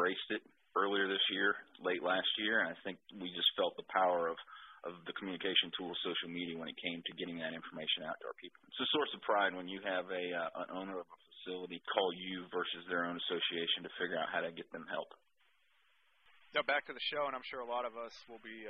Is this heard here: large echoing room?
no